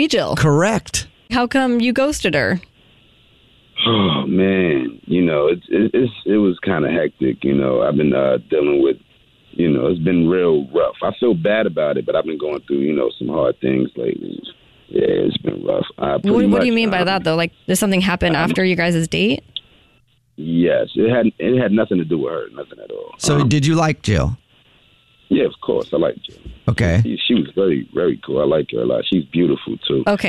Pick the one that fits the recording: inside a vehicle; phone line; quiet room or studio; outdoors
phone line